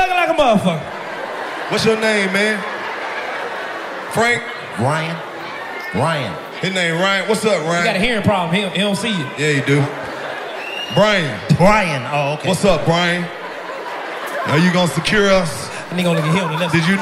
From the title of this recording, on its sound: Live From The Minneapolis Comedy Festival